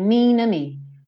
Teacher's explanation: O to dele, ele reduziu tanto, o T, na verdade, né, que ele sumiu, ele ligou o N do mean no O. Então ficou assim, mean to me.